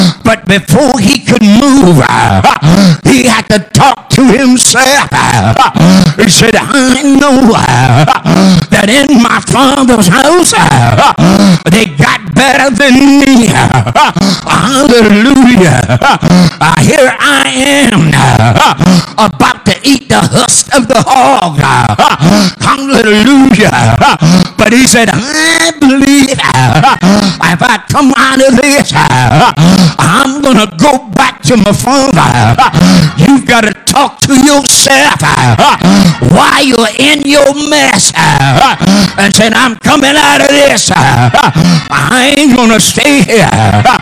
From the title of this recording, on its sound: GAC Sunday Morning Service